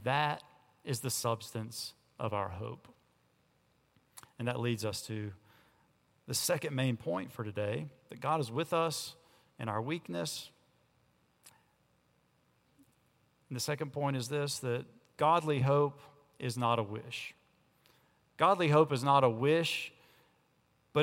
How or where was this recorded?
large echoing room